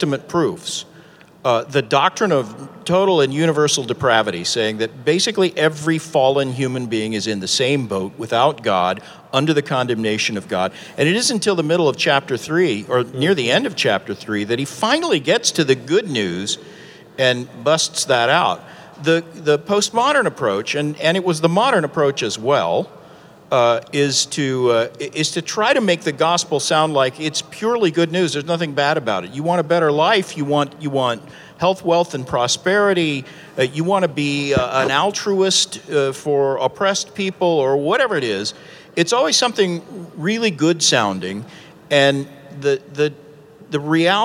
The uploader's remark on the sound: This panel discussion took place on January 16, 2019 at the Sovereign Nations 'Social Justice & The Gospel' Conference in Atlanta, Georgia. Preceding the G3 Conference.